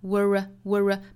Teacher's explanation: 英音的话是加一个小小的 r 的辅音